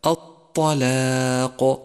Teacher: فالطاء حرف مفخم واللام حرف مرقق، وبما أن حرف اللام سبق حرف الألف وهو مرقق فالألف تتبعها بالترقيق، وأما القاف فهو حرف مفخم، فانتقل من الترقيق إلى التفخيم ببراعة، أي هكذا الطلاق.